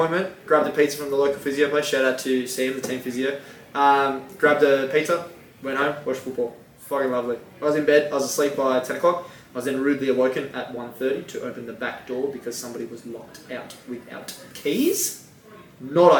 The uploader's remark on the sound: Audio sucks.